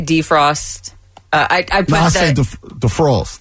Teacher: I put the emphasis on the first syllable a lot.